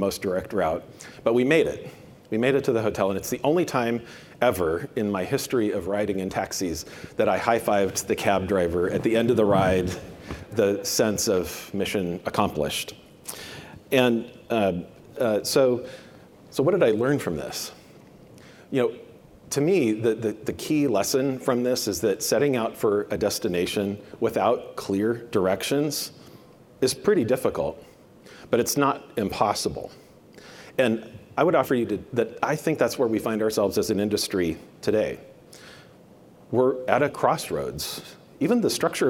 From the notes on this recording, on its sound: a presentation from the Banknote and Currency Conference